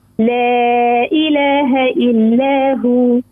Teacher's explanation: ما التعظيم يكونش حركتين، انت عملته قصير، زيد طول فيه شوي.